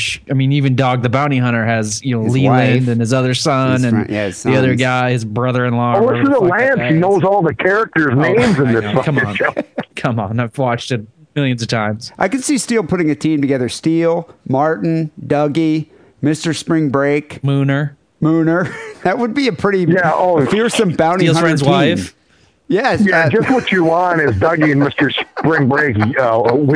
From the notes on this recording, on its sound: Phone calls.